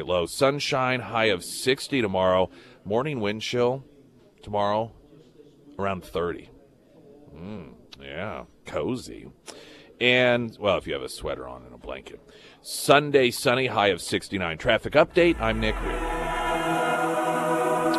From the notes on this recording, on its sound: live at Scramblers Diner